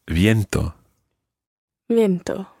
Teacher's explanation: Okay, now viento starts with a V, and it's that Spanish V sound. It's a kind of combination of B and V.